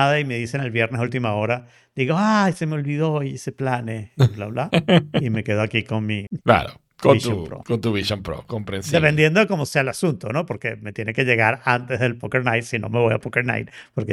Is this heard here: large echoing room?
no